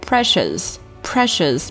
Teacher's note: 字母 r 在这里发的是一个 r 的卷舌音，不是中文的 r 的音啊，舌尖需要往后卷，不要跟上牙龈去接触或者摩擦，发一个 r 的音啊，我们要发的是一个 r 的卷舌音，需要注意。字母 e 在这里发的是一个小口的哎的音，不是 I 的音啊，开口切记不要太大，然后呢发这个音的时候一定要短促干脆 pre 注意 COUS 字母组合里是没有字母 R 出现的，所以说咱们不要卷舌，读成 shers 啊，不要加儿化音或者卷舌音进去啊，就舌尖平平的读成 shers 就可以了， precious 再来第二个单词 full，不要读成 four 或者